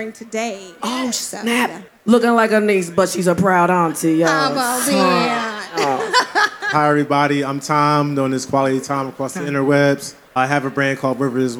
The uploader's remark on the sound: Live from the Roots Picnic. Live on the Roots Picnic podcast stage.